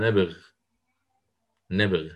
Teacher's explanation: وهو أنه يرقق نبغي هذه ورققها عند الوقف · Term: بالترقيق